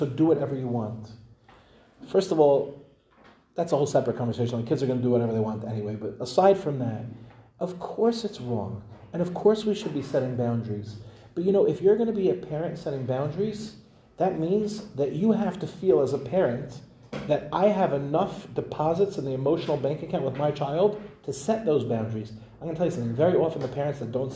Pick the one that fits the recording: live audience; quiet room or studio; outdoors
live audience